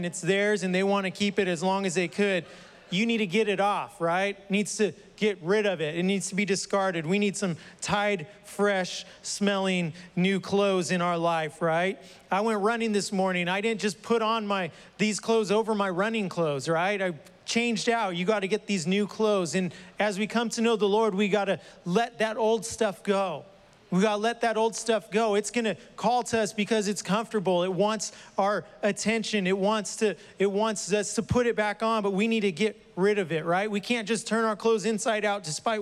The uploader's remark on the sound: was preached on July 11th at the 11:30AM service.